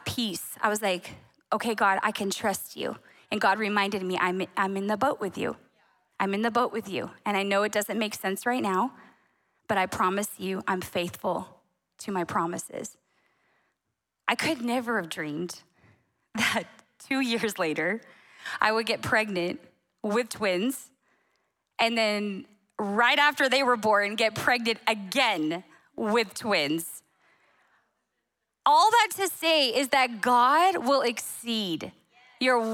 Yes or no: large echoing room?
yes